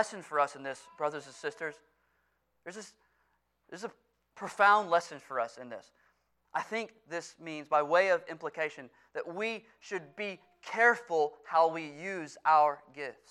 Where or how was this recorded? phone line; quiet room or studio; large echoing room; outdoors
large echoing room